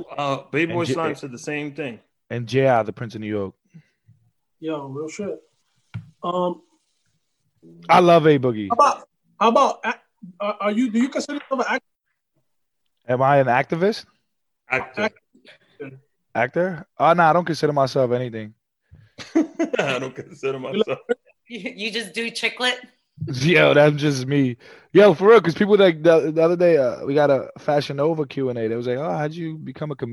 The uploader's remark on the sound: using ZOOM Video Conference